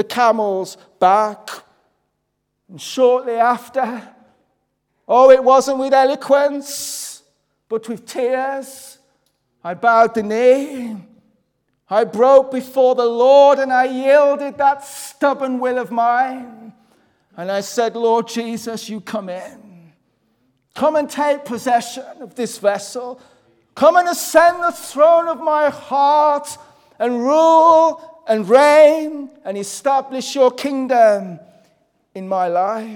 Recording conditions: large echoing room